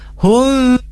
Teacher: jadi dengung, jadi samar mimnya itu. Maka disebut ikhfa.